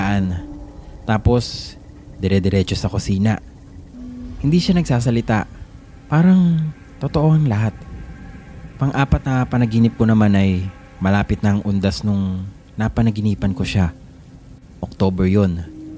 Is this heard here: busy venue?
no